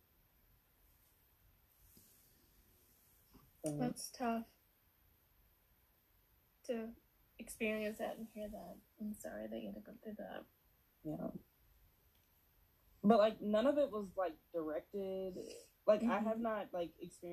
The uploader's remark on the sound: Excuse the recording!